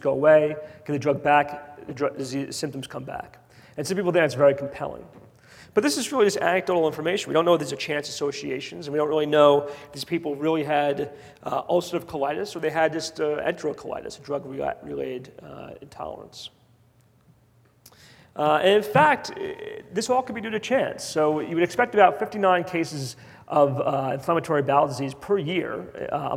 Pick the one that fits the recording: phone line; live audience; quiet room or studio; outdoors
live audience